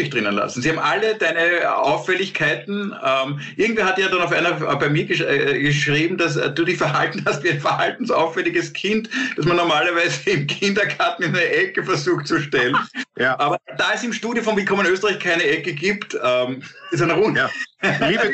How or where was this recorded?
video call